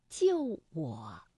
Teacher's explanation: 所以啊，我们通常把它从五降到三，这个去声就完成了